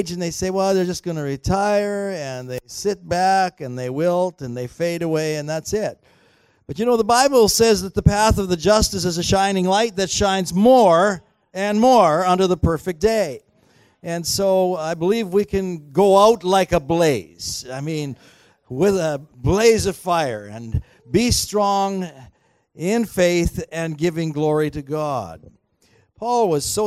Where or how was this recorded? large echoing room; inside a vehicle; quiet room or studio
large echoing room